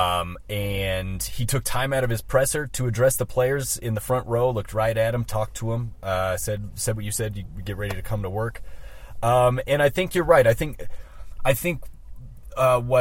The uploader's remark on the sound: Were there to cover the press conference and report from the parking lot of the UC Health Training Center.